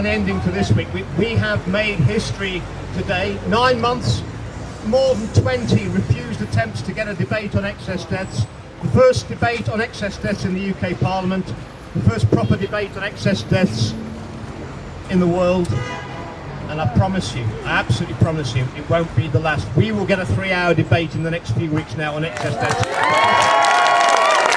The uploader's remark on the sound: his message afterwards to the supporters gathered outside in Parliament Square